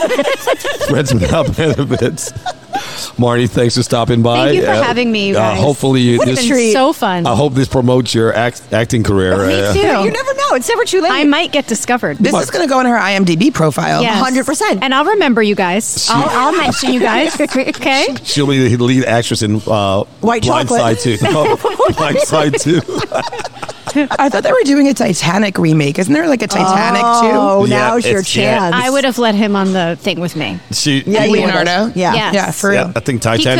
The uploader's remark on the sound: Recorded at Pizza District